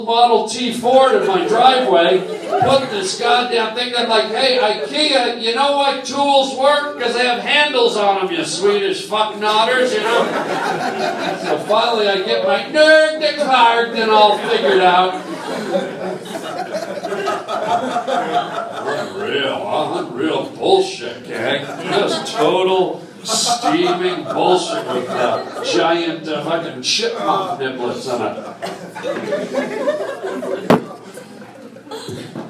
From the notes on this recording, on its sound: interacts with the crowd, LIVE at the Hollywood Improv!